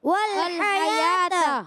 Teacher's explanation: تو ہا کو نہیں کھینچیں گے مگر یا کو کھینچیں گے · Term: کھڑا زبر